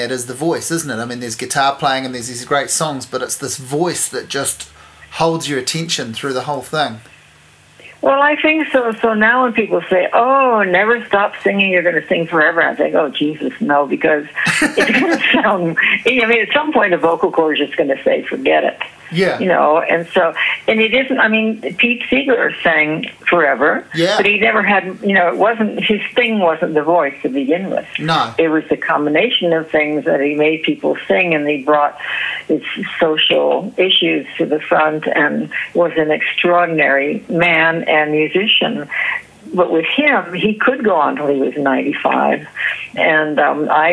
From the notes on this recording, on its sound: A phone conversation (recorded in 2015)